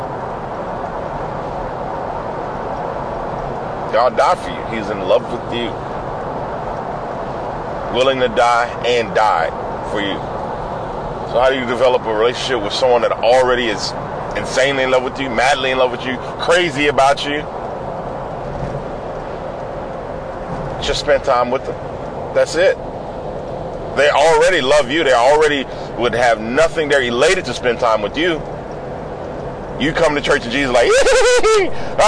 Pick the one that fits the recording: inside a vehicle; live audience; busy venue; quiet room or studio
inside a vehicle